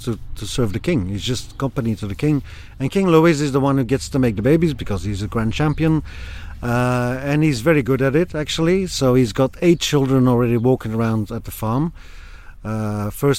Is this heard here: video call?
no